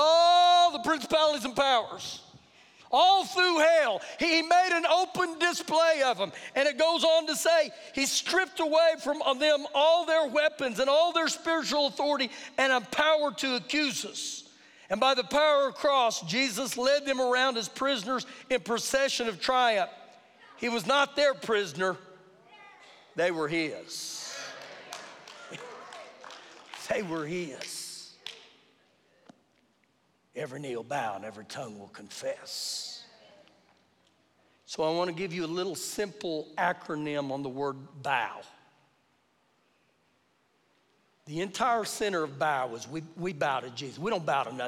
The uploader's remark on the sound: Recorded live during our Sunday morning service.